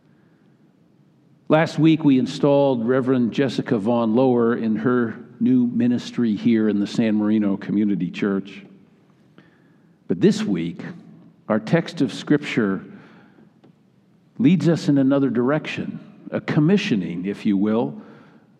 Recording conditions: large echoing room